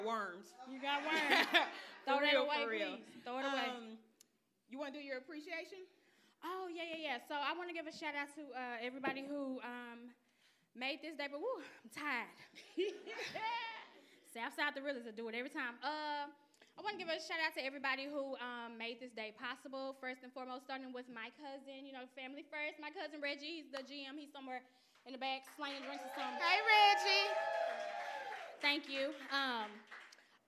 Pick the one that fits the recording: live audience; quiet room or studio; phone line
live audience